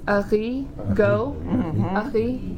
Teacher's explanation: In these cases, the mouth opening is more constricted, creating friction as the air goes out. This sound is sort of halfway between an English G and an H sound. An example is ari, go, ari.